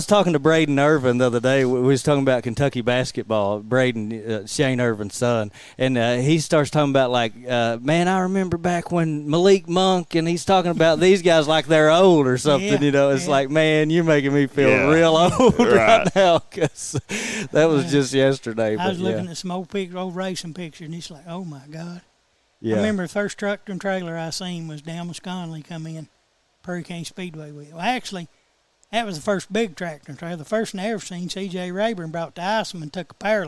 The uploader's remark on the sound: live from Graphic Impressions